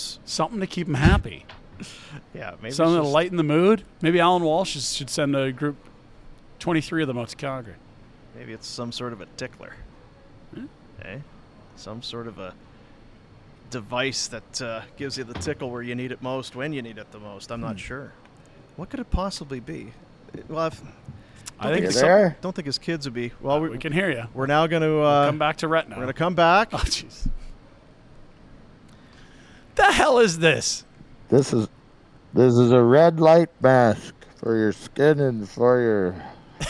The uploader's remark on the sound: LIVE from the Grey Eagle Resort and Casino.